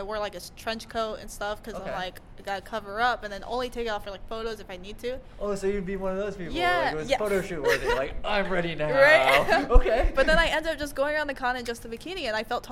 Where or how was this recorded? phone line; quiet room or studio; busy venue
busy venue